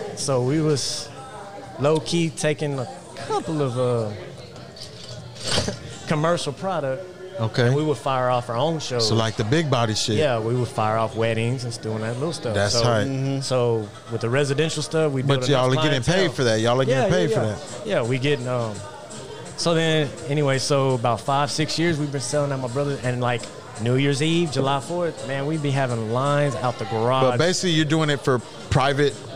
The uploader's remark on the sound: RECORDED LIVE FROM TEXAS TAILGATE